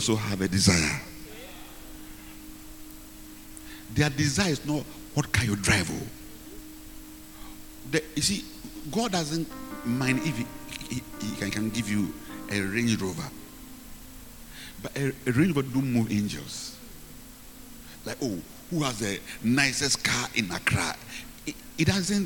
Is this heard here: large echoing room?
yes